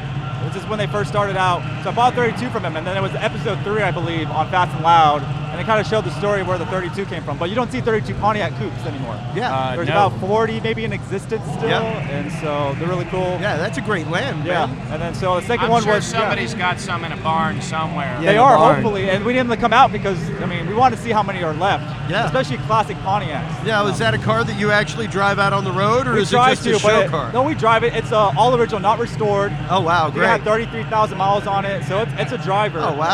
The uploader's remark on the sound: LIVE from Mecum Auto Auction – Houston, TX. Attend the annual Mecum Auto Auction and provide a unique spectator’s perspective on the event.